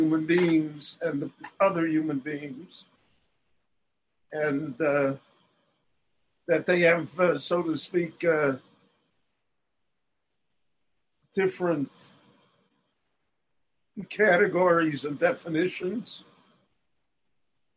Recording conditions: video call